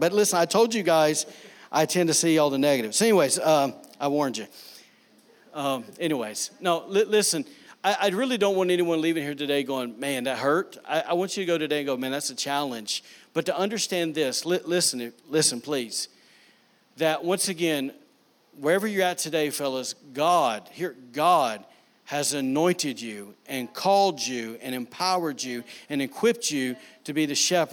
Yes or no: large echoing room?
yes